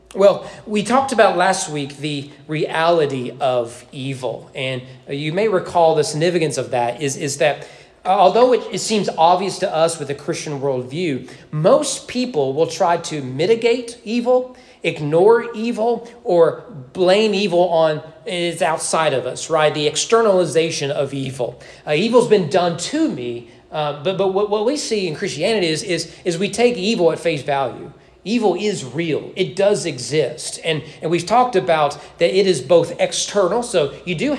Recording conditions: large echoing room